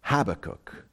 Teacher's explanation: There are some people who put the emphasis on the first syllable